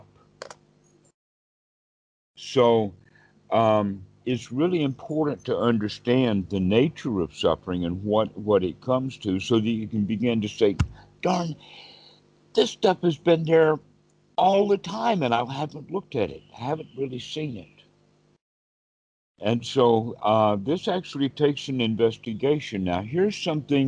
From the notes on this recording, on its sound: Skype calls.